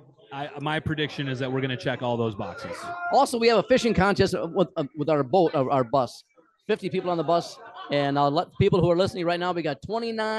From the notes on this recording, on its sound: does the show live from a Ballard's on Lake of the Woods